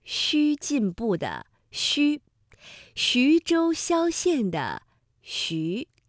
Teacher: 它的发音特点就是舌面前部要隆起，接近硬腭，这个嘴唇呢要搓成圆形，略微的向前突出